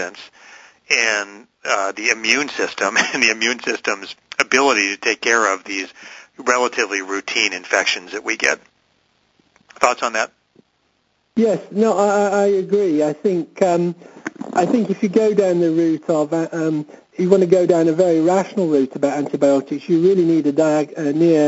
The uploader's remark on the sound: Author in the Room® Teleconference